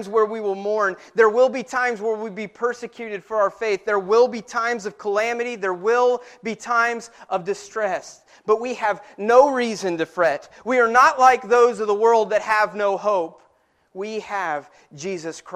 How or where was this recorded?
large echoing room